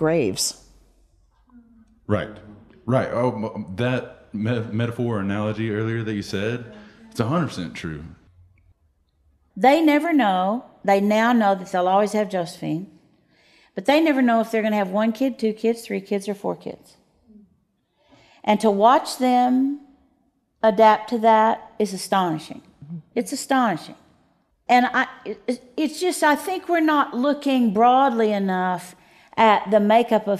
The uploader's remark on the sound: questions from the audience who was at The Micah Center for this recording